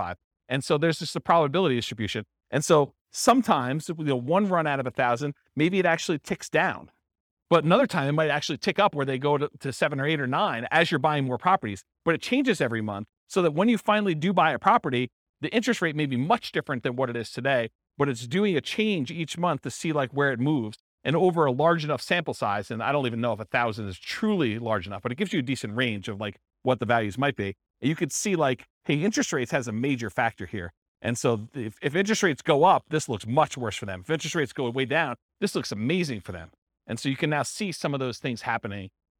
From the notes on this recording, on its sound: This was a live class recorded